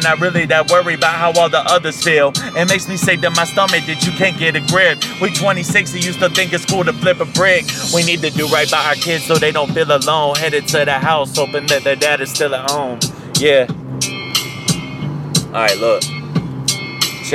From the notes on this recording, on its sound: Best friend in the car freestyle. Fuckin around in my car on I 16.